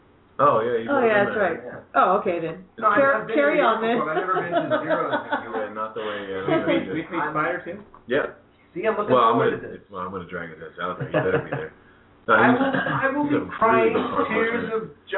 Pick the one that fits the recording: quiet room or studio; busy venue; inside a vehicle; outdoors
busy venue